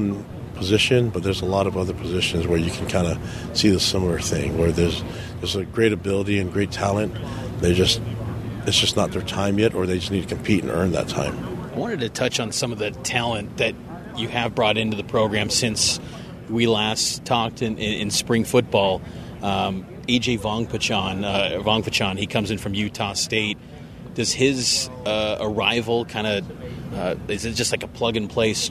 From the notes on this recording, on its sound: At Big 12 Media Day. At AT&T Stadium.